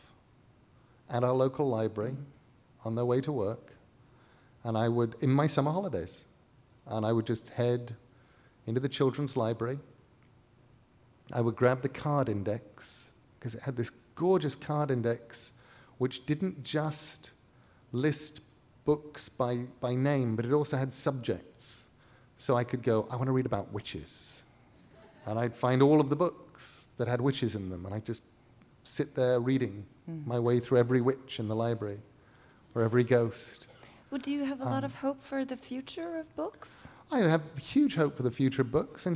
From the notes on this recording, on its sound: Writers on a New England Stage. Recorded live at The Music Hall in Portsmouth, NH in 2011. This archive program may still contain broadcast elements from the time it aired.